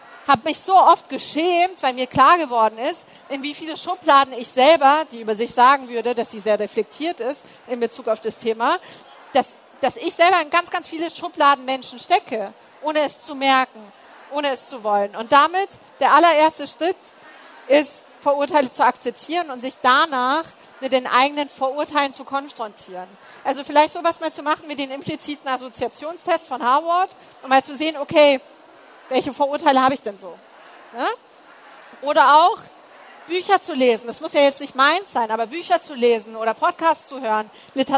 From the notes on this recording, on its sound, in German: Live-Gespräch auf der Karriere-Messe HerCareer